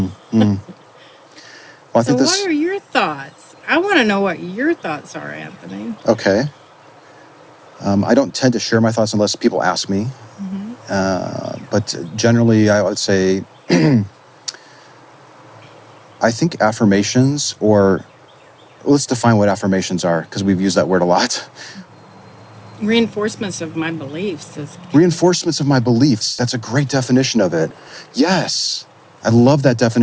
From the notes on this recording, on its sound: Location: San Antonio, Texas. Recorded w/Go-Pro.